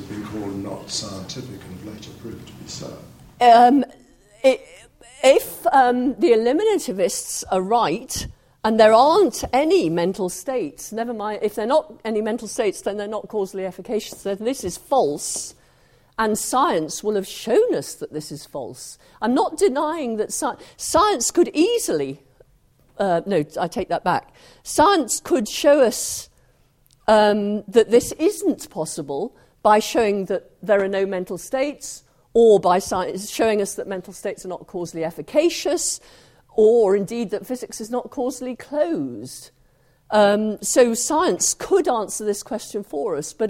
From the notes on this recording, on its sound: engaging in a questions and answers discussion with the audience